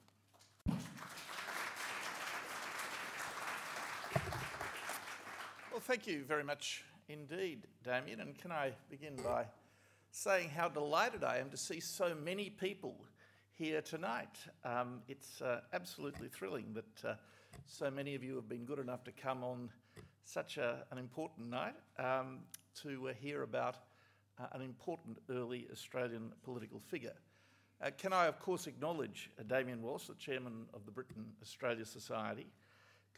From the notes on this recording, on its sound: Recorded at Australia House, London on 22 October 2019